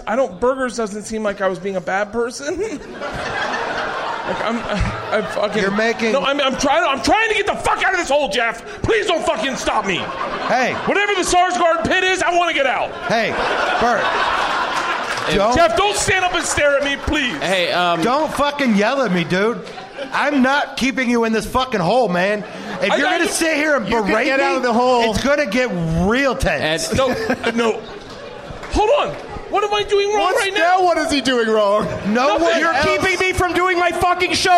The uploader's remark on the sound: Recorded live at Helium Comedy Club (it's a gas) in St. Louis, Missouri.